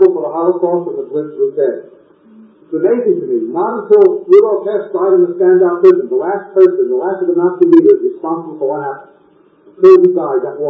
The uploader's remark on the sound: We apologize for the poor audio quality.